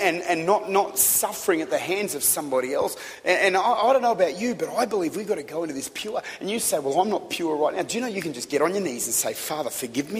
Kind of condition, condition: setting, large echoing room